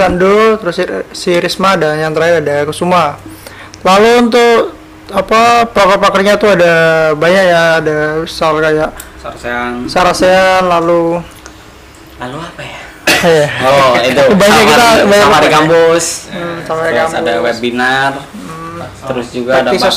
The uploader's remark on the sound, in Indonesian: (Maaf audio agak cliping/pecah)